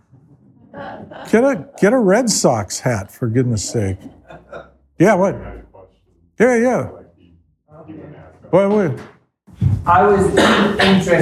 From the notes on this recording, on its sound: The following remarks were shared as part of the United Kingdom Conference held in Edinburgh, Scotland on November 18, 2023.